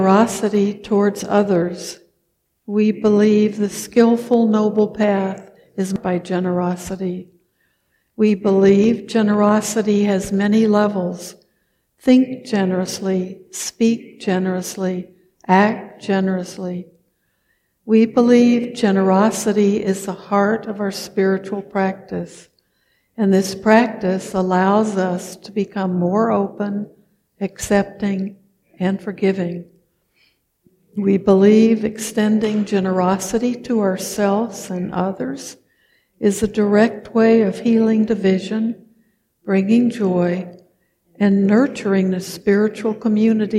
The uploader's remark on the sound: Recorded at the Blue Lotus Buddhist Temple on 2023-06-13. Recorded at the Blue Lotus Buddhist Temple on 2023-06-13.